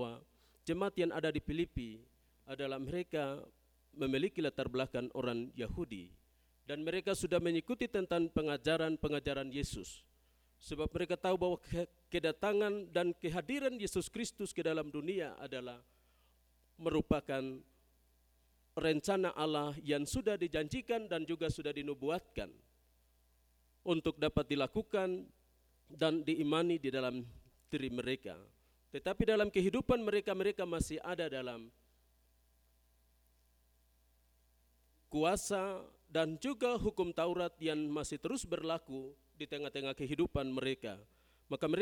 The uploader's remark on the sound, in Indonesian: GKI Kalvari Tembagapura. Khotbah dan Doa Syafaat rekaman ibadah Minggu Pagi tgl 19 Maret 2023.